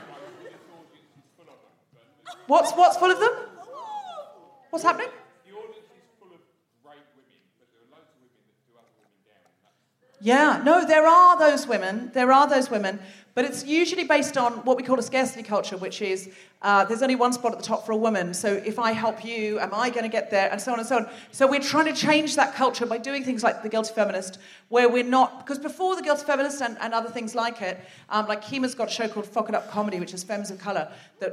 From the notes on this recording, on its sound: Live from the Lowry in Salford. Recorded 17 June at The Lowry, Salford.